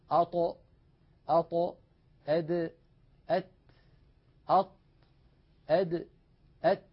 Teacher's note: واليوم بإذن الله تعالى نتكلم على ثلاثة أحرف تخرج من المكان نفسه، وهي حروف الطاء والدال والتاء. هذه الثلاثة الأحرف تخرج من طرف اللسان ومن فوق من اللحم الذي نبتت فيه الأسنان، يعني من لحم اللثة.